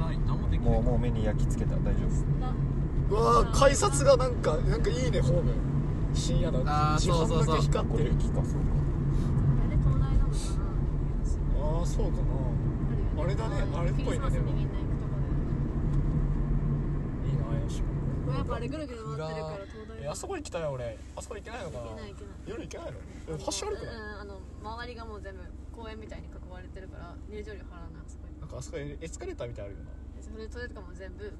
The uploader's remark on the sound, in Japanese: 立ち上げメンバードライブラジオ④ 〜江ノ島編〜。収録中は常時マスクを着用しております。